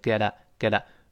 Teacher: 前面后面声带都震动，干脆都震起来了